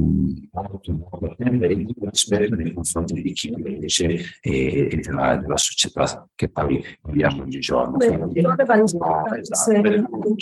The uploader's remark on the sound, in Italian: il libro è stato presentato in diretta Zoom dal comitato cultura UICI (Unione Italiana Ciechi e Ipovedenti) di Torino.